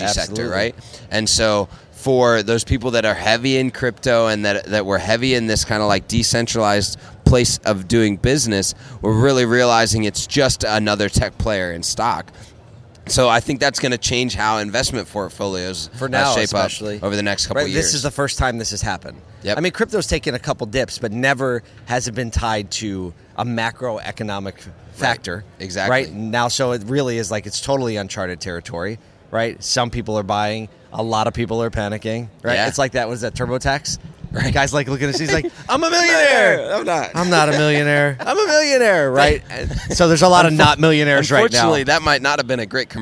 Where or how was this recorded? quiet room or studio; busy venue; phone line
busy venue